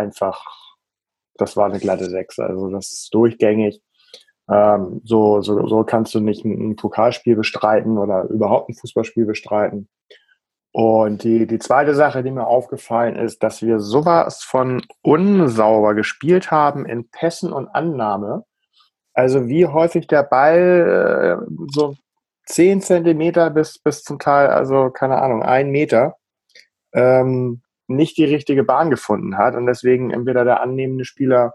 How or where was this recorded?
video call